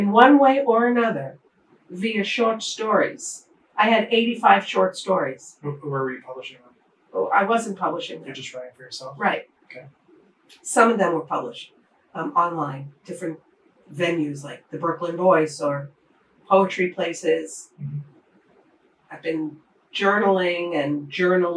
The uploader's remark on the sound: Please bear with us as we had to rely on camera audio due to technical issues.